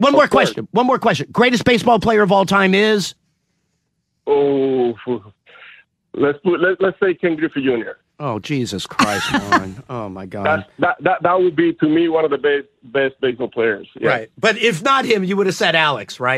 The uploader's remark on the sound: The former MLB pitcher decides to call in with his thoughts on baseball's rule changes.